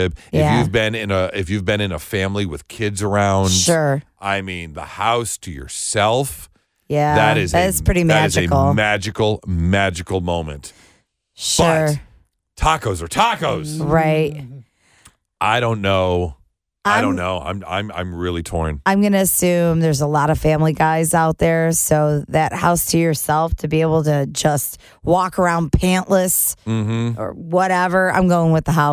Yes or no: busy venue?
no